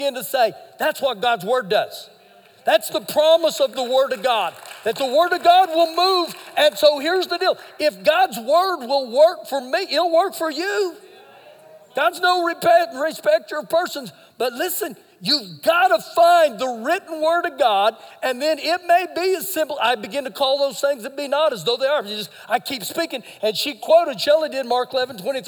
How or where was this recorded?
large echoing room